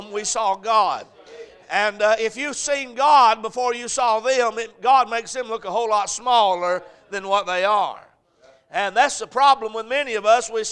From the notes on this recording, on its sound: A message preached at Crossroads Baptist Church